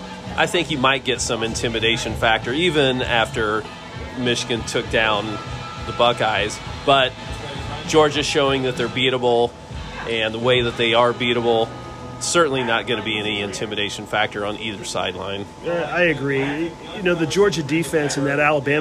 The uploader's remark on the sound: On location from Deviate Brewing.